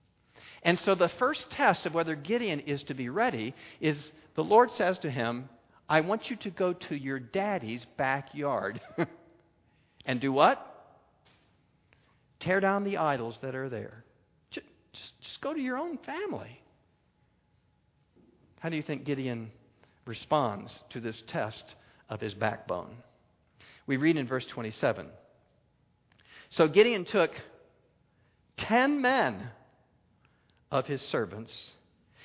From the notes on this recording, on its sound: a Keynote Session at FG13